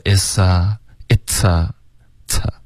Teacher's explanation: it's 的这个 t 一定要爆破 OK 刚刚发的太弱了